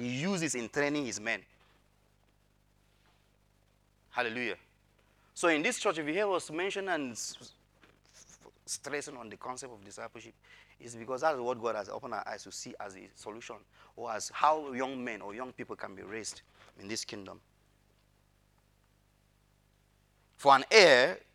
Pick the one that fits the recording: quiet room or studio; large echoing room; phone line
large echoing room